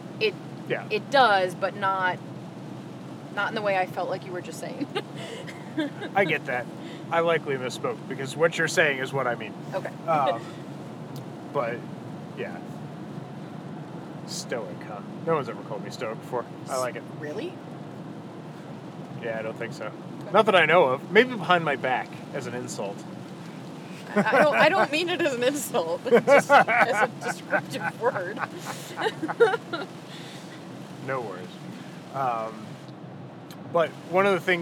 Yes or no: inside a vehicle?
yes